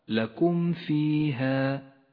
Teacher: الميم الساكنة تكون ظاهرة بل أشد إظهارا إذا جاء بعدها حرف الفاء · Term: الإظهار الشفوي